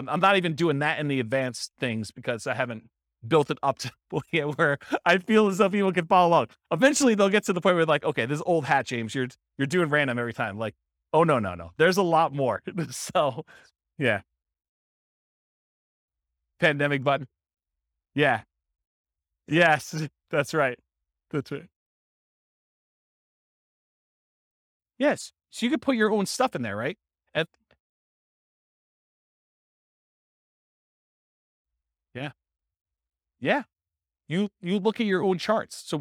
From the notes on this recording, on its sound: This was a live class recorded